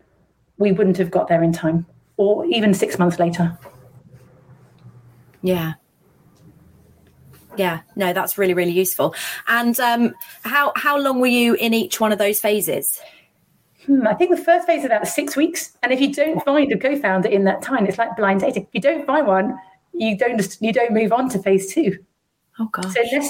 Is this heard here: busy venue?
no